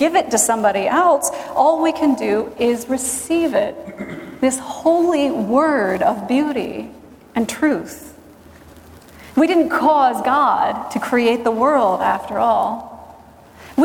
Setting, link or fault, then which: setting, large echoing room